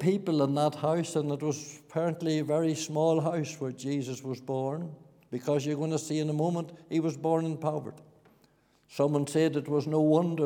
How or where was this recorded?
large echoing room